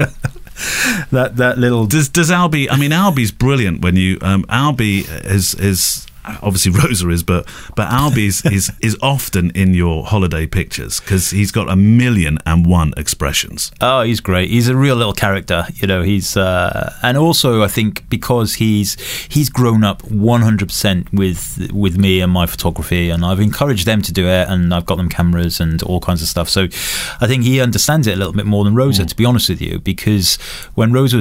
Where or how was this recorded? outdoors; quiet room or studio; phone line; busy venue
quiet room or studio